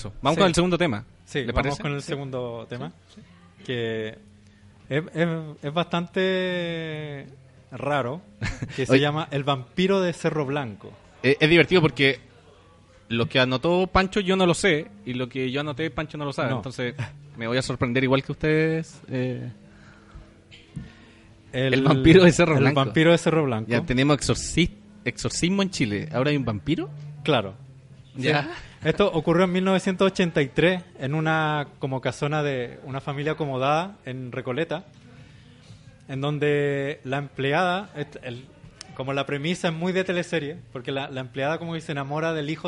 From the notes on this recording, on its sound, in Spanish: Grabado en vivo en Café Triciclo.